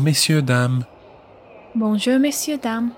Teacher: you don't pronounce the R in messieurs